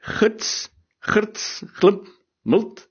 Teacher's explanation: ons sê dit met 'n e klank, die sogenaamde schwa, maar telkens word dit geskryf met een i, wat dan as een e uitgesprek word.